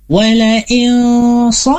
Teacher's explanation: Wala ilso, di sini ada ikhfa hakiki, yaitu ada huruf nun bertemu dengan huruf sad, maka kita wajib untuk membacanya dengan ikhfa, ya, menyamarkan huruf nun karena ada sad setelahnya